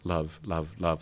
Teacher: if I said it short, love, love, love, I'm probably doing it more centrally. Love, love.